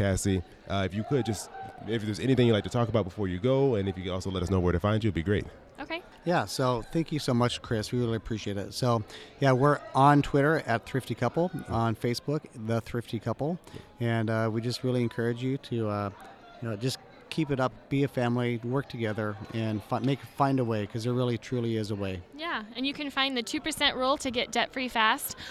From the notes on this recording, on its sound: today's episode live from FinCon in Dallas, TX.